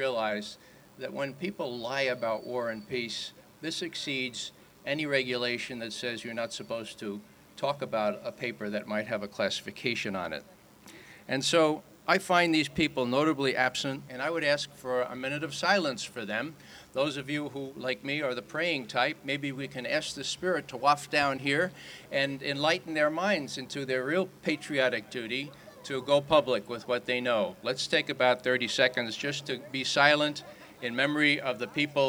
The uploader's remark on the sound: Part One of a recording of speakers at the historic Emergency Truth Convergence event in Layfayette Park across the street from the White House.